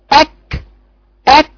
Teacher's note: جربي في التاء وفي الكاف حرف شديد بقفل بقول مثلا اك اك الكاف تقفل صوته بعدين بعد كده بدي الفرصه يطلع شويه هوا